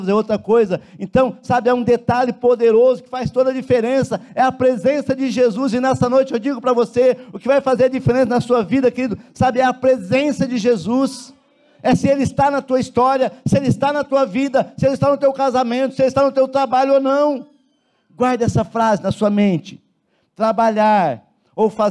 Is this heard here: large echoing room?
yes